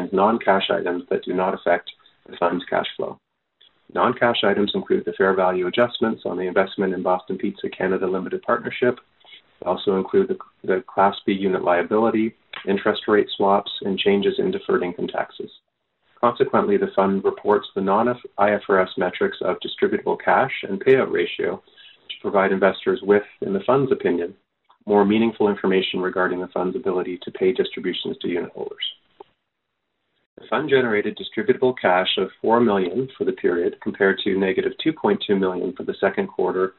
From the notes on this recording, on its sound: Second quarter 2021 earnings call for Boston Pizza Fund.